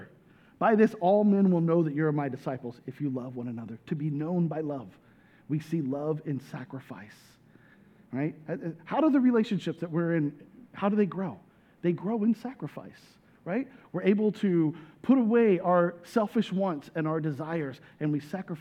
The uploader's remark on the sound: This message was recorded at a Sunday service on December 11, 2022 as a part of the Advent series, "He Shall Be Called."